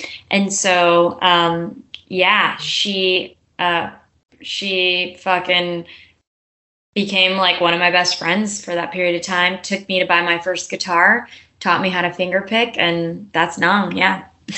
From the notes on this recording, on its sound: over a Skype call